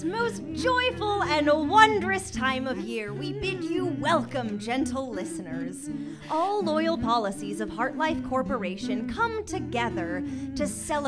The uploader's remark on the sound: This musical episode was recorded live at iO Chicago with Improvised Star Trek.